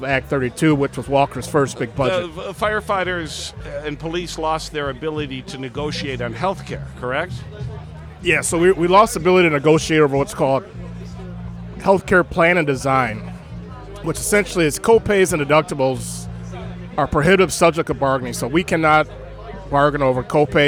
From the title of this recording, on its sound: Live from LaborFest 2023